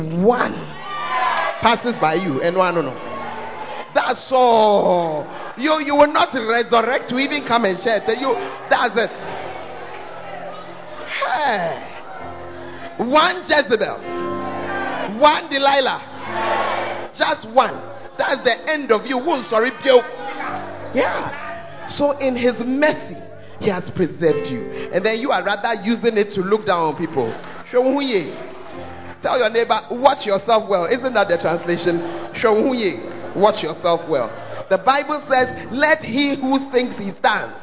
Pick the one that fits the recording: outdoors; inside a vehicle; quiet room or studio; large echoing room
large echoing room